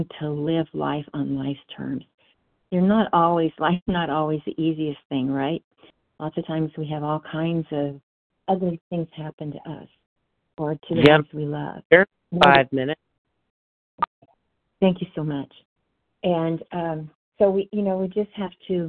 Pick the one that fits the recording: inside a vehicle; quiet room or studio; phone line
phone line